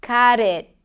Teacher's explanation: Look, the first word is cut, but then you connect it to it. The T of the cut becomes the beginning of the next word, but it's also between two vowels, so it becomes a flap T, as in the word Betty or water.